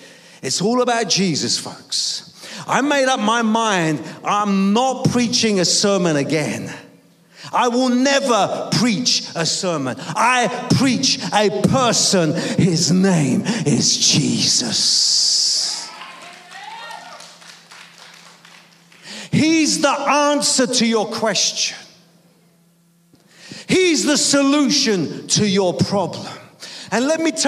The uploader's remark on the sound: preaching at a Church in Thailand